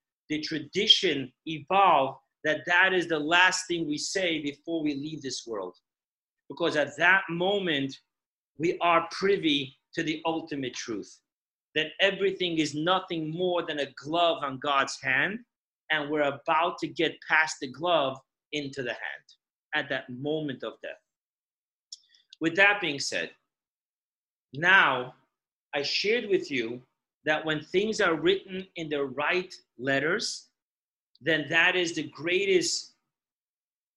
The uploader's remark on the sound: Zoom Parsha Class